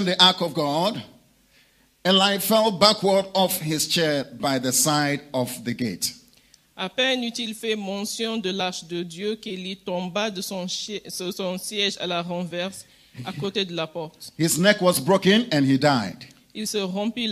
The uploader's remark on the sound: Preached during Joyful Hour Service at Family of Champions International Ministries, Rabat, Morocco.